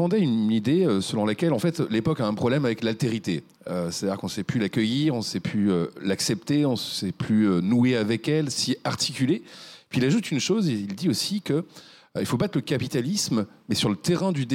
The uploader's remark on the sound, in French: cet épisode a été enregistré à la Gaîté Lyrique